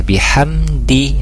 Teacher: mim sukun bertemu dal, jadi izhar safawi, tidak ditahan, tidak didengungkan seperti itu, jadi biasa aja bihamdi.